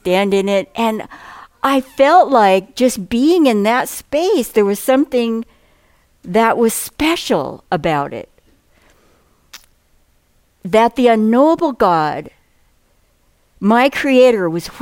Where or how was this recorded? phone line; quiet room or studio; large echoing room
large echoing room